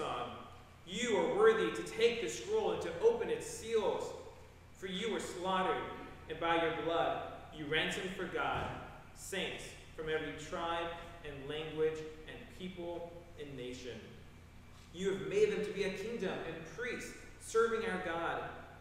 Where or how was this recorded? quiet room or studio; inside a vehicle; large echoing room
large echoing room